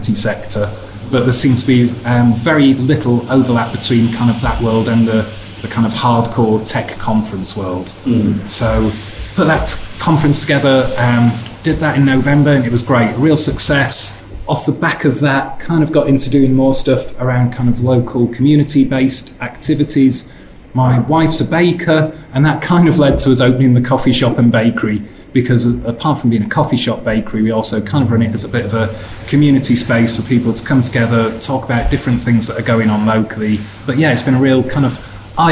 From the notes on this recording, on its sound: In this episode recorded at QCon London 2019